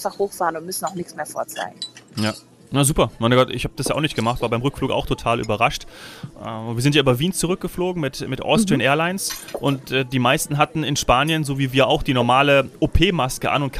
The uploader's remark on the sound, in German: Live aus dem Skigebiet